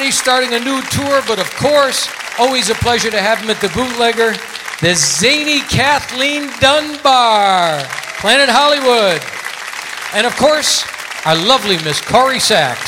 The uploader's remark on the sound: Live at the Southpoint Casino